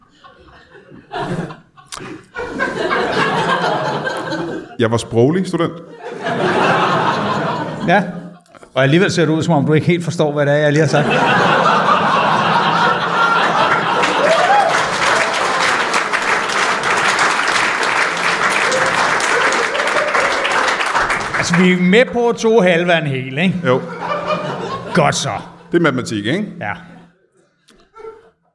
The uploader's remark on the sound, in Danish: Ugens show er optaget foran et levende publikum på det legendariske Comedy Zoo i København.